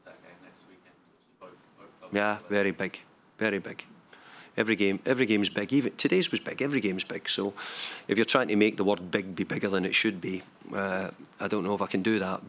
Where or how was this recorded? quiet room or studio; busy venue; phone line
busy venue